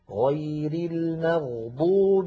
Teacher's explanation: الغين من كلمة المغضوب أيضا من حروف الرخوة